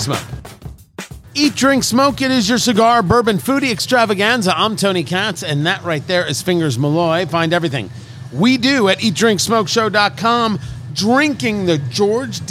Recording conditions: busy venue